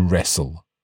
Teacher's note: in the word wrestle, we don't really pronounce the T. · Term: two silent letters